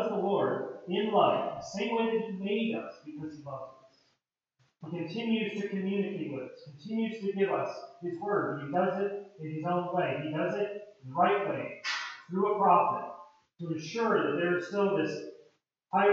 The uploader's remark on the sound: POOR AUDIO QUALITY